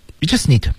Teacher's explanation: 那 need 也是 d 失去爆破